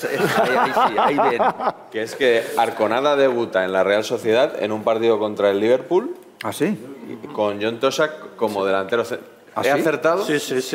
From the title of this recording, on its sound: Live from Reale Arena